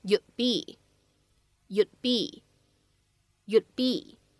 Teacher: 两个单词呢，放在一起还是一个失去爆破 · IPA: /juːd/ /biː/